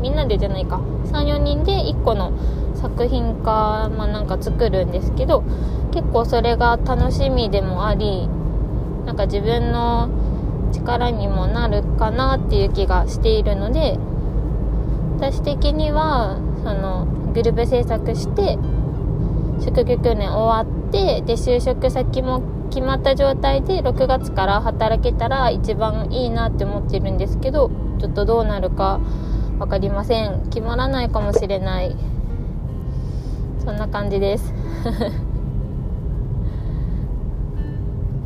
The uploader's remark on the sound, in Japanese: 帰り道の車で録音してます